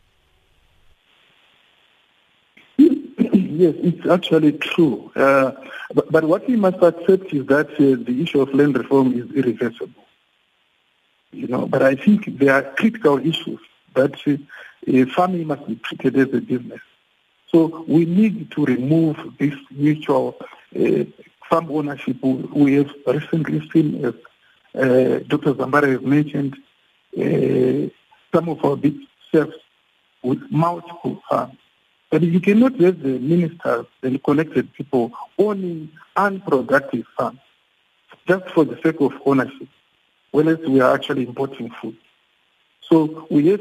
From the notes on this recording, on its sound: we are now on the line joined